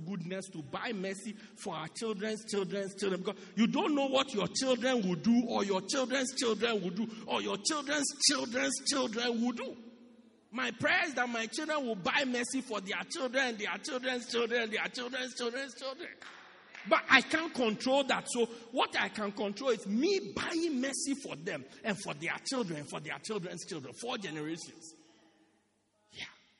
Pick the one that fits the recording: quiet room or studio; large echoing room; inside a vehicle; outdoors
large echoing room